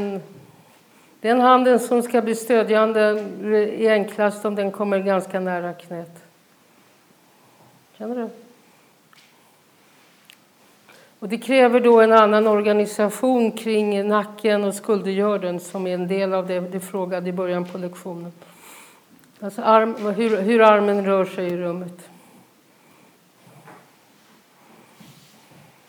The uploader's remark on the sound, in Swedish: Detta är en liveinspelning av en feldenkraislektion i grupp på Feldenkrais Skolan. Publicering på SoundCloud är godkänd av de närvarande.